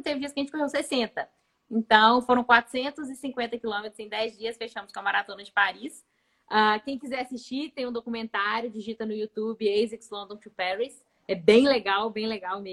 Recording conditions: video call